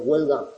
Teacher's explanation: esa H en Andalucía Occidental se pronuncia, es como la de jamón o la de hacha.